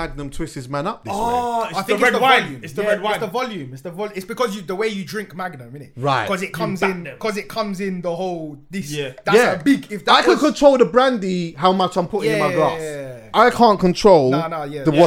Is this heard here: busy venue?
no